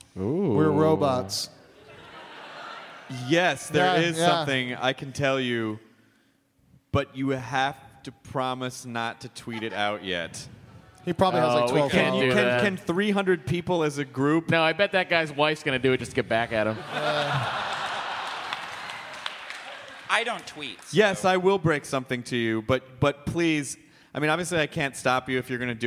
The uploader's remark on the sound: It's some hostful goodness live from Austin, Texas! Do a sing-a-long with the audience and take some quemments!